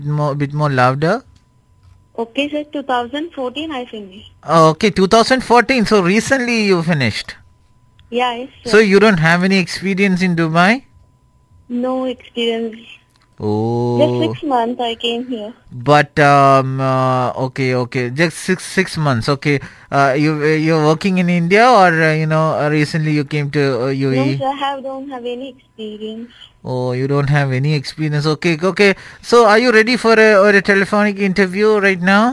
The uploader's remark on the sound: phone in interview